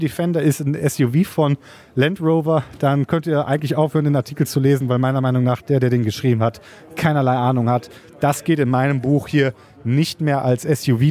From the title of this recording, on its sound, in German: Live Podcast von der Premiere